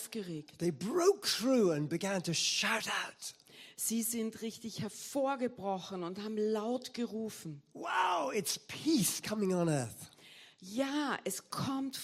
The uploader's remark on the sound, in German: Gottesdienst live aus der LIFE Church Wien.